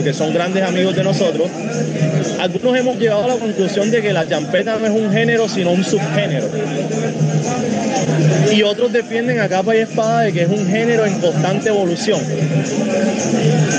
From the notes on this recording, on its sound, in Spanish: En este episodio grabado desde el mercado público de Bazurto en Cartagena